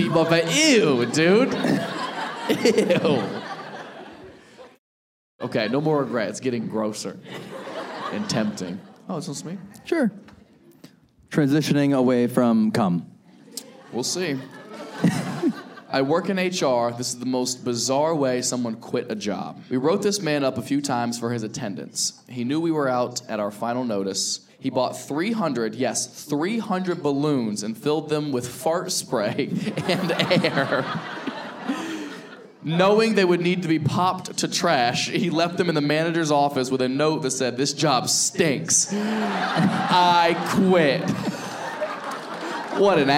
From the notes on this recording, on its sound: Live Show Start & Audience Pranks. This episode was filmed in front of a live audience at a comedy club.